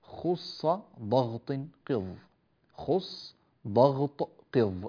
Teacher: حروف مستعلية يعني يرتفع بها مؤخر اللسان إلى أقصاه فيصدر صوتا مفخما · Term: حروف الاستعلاء